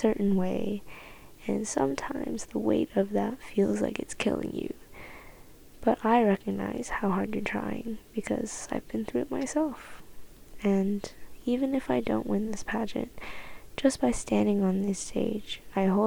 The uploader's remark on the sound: This ep is definitely very ASMR-sounding, especially because I tried to speak quietly (to not wake anyone up). This ep is definitely very ASMR-sounding, especially because I tried to speak quietly (to not wake anyone up).